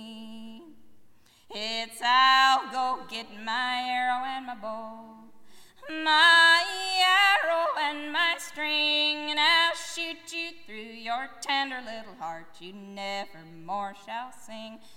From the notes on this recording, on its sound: Live at Bristol Rhythm and Roots Reunion (2010).